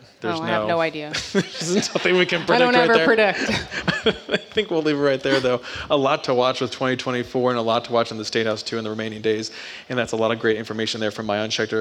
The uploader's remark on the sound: Live From Clemson. Recorded live at Kite Hill Brewing Co. In Clemson, SC.